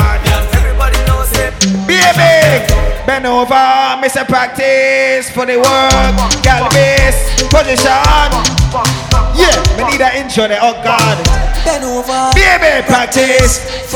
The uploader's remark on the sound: S.W.A.T Day Party Live Audio